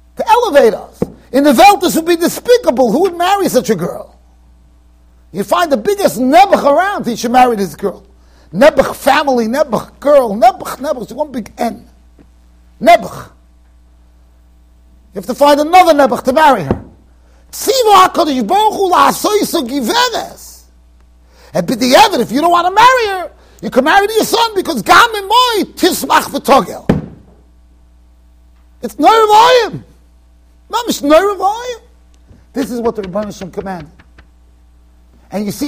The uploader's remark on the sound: Shiur recorded in Yeshivas Ohr Reuven, Monsey NY.